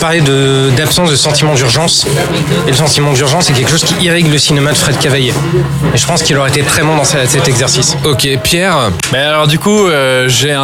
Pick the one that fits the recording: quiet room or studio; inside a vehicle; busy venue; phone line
busy venue